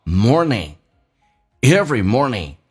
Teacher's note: You 跟 up 可以加一个半元音 w，当然也可以说成 wake you up 都可以。Everymorning， morning 这个单词你要记住啊，它的 and 是发两遍， and 当前后有元音的时候，什么叫发两遍？你看 more 鼻音已经出来了， ning 又发了一遍